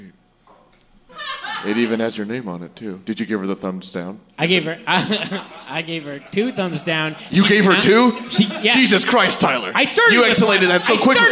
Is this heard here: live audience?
yes